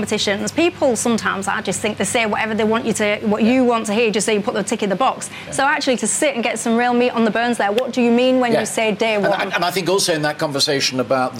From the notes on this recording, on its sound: all the reaction from the live audience